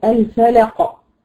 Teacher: مستعلي منفتح، يعني إيه مستعلي منفتح؟ يعني يستعلي بها أقصى اللسان ويستفل طرفه.